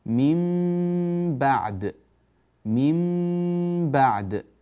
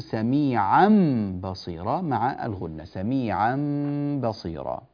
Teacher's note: نأتي إلى من بعد فنقلب النون إلى ميم فتصير ميم ميم ميم ميم خالصة، وتصير الميم الخالصة هذه مغنونة غنة طويلة، لابد أن تخفى هذه الميم · Term: القلب